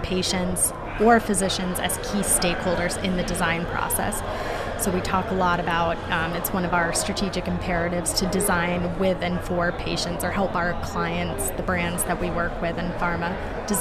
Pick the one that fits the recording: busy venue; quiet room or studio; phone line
busy venue